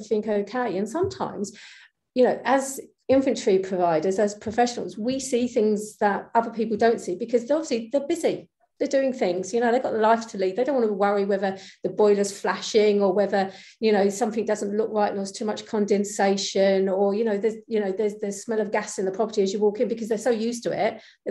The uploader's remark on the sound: The podcast is a recording of the webinar.